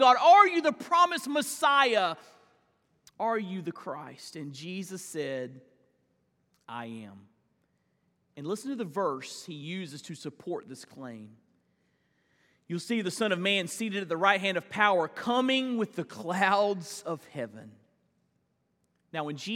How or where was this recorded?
large echoing room